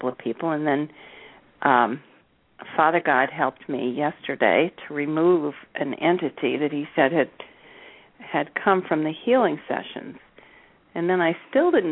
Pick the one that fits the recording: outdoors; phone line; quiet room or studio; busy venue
phone line